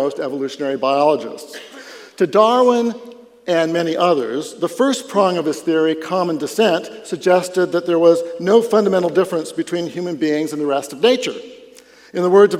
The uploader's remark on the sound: Catch the first half of a public talk. Delivered at the Dallas Conference on Science & Faith.